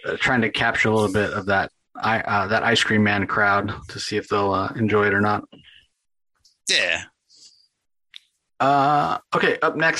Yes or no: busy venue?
no